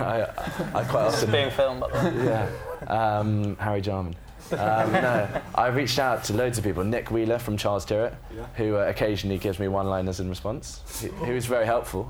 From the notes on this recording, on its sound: It marks the first time we’ve ever recorded the podcast in front of a live audience. At the Conduit Club in Mayfair with five of the most exciting young entrepreneurs in London.